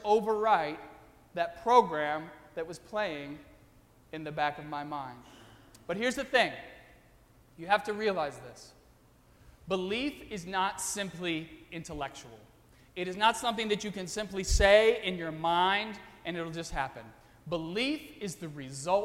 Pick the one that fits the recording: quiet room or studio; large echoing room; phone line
large echoing room